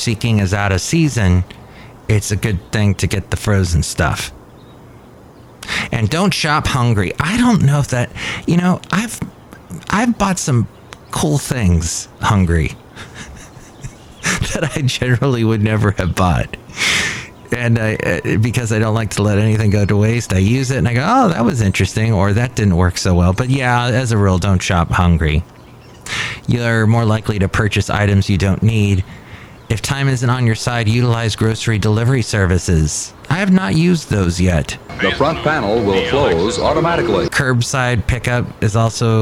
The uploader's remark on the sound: podcasts live from Café Anyway